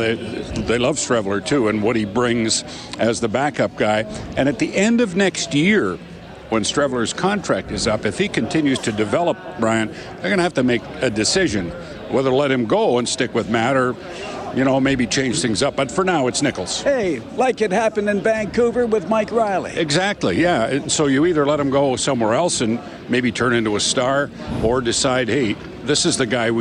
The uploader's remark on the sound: Broadcasts live from the 630 CHED Information Centre at the 2018 Grey Cup Festival for his annual preview show.